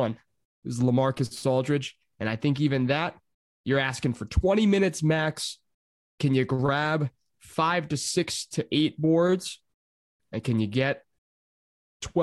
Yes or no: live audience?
no